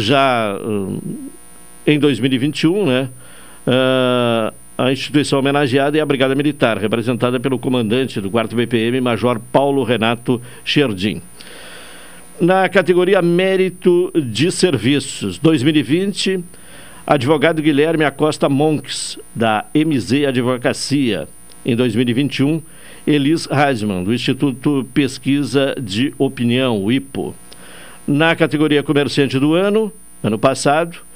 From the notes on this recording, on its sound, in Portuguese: Por telefone